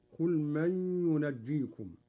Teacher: إخفاء النون عند الجيم مع الغنة بمقدار 2 حركات